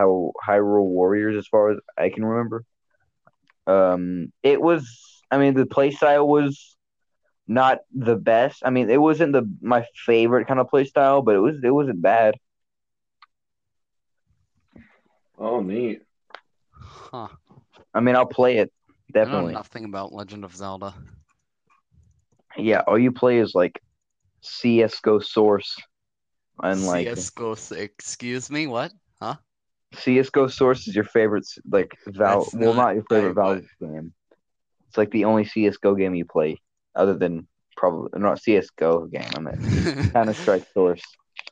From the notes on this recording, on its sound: Our mics keep cutting out.